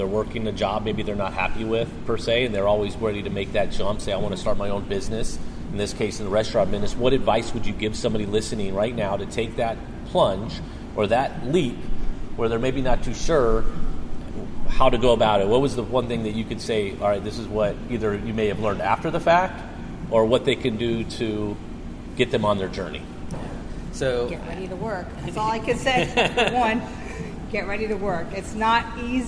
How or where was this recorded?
busy venue